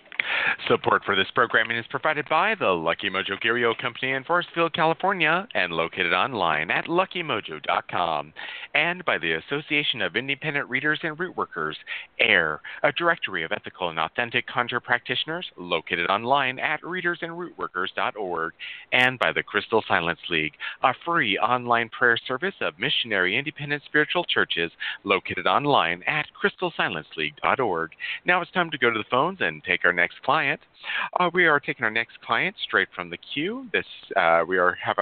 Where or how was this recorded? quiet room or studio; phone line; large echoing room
phone line